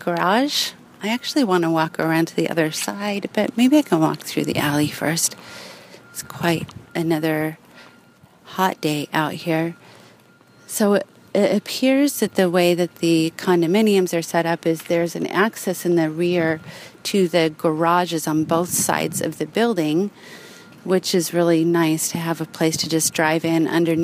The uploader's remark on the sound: I tour a mixed income 'Community Housing' development in Davis. I take a walk around the outside.